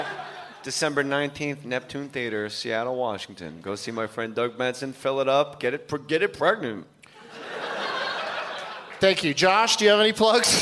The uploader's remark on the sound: Live from the Tempe Improv